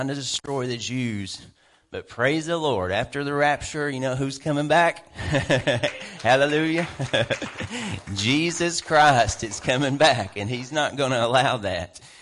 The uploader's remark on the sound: WELCOME TO OUR LIVE SERVICE. Family Worship Center in Athens Tennessee.